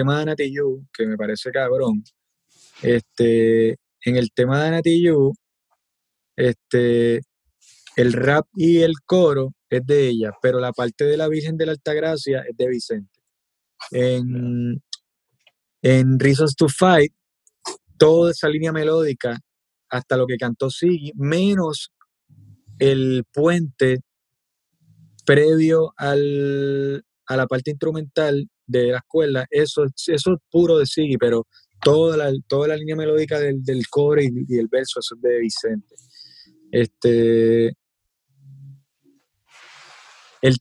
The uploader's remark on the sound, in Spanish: nos conectamos vía zoom